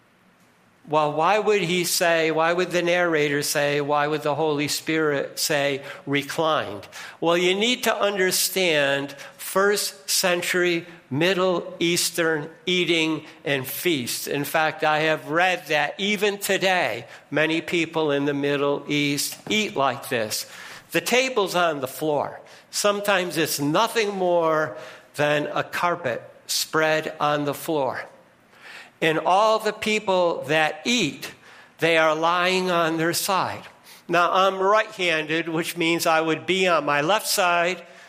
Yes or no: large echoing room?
yes